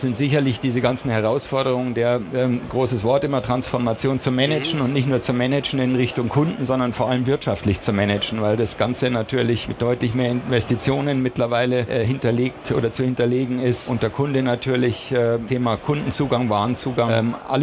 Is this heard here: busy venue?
yes